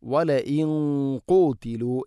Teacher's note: നൂനിനെ അല്പം കനപ്പിക്കണം, കാരണം ഖാഫ് സ്വരഭാരത്തിൽ ഉച്ചരിക്കേണ്ട അക്ഷരമാണ്.